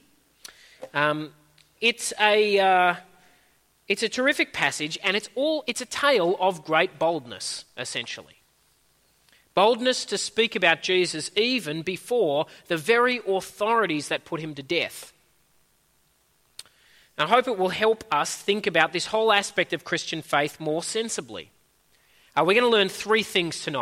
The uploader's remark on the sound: At a Church in the Graveyard service